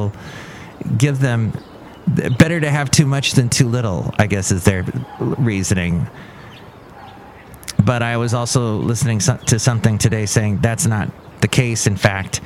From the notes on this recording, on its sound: podcasts live from Cafe Anyway